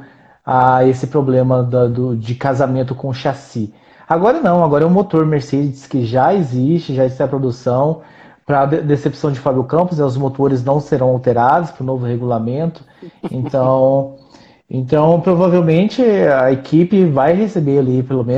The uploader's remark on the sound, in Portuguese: O conteúdo deste programa foi extraído de uma Live no Instagram